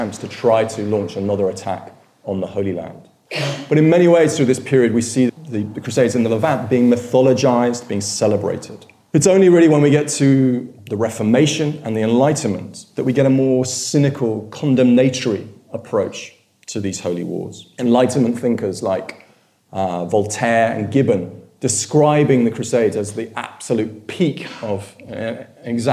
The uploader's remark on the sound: In a lecture from our 2013 History Weekend festival.